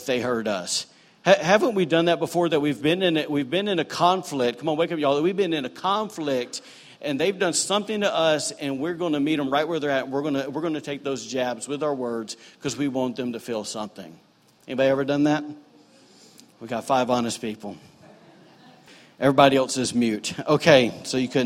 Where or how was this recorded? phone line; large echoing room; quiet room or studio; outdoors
large echoing room